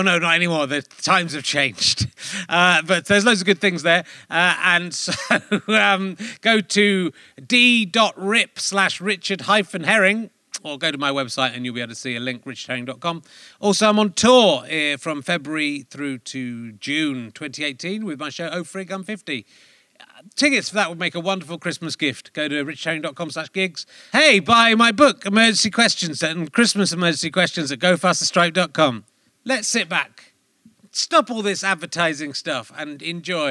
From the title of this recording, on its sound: Leicester Square Theatre Podcast